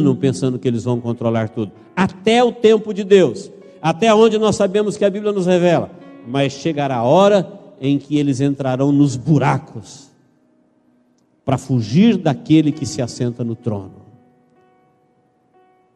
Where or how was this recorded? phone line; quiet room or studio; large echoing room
large echoing room